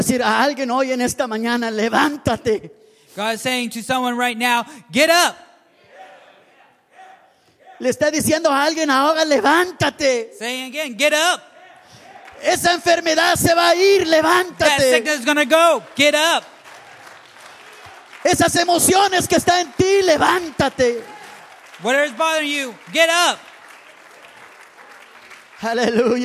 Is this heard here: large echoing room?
yes